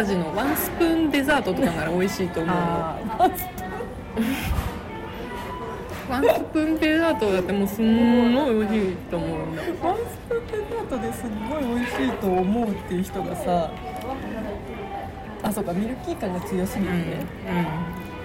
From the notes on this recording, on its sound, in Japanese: In MILK（生クリーム専門店）。店内の雑音が結構うるさいかもしれませんので、。